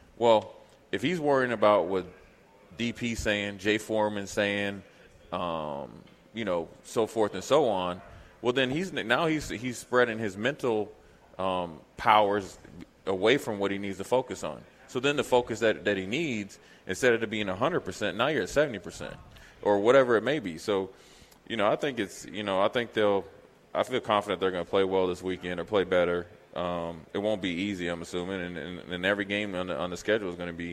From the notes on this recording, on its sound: LIVE from Mary Ellen's